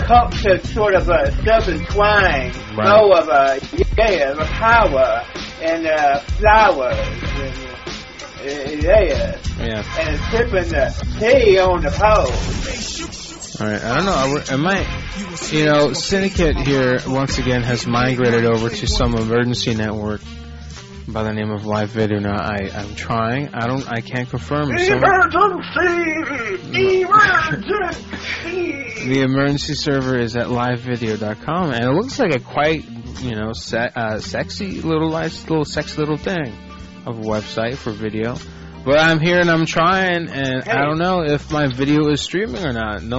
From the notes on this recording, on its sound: Personal Prank Phone Calls Collection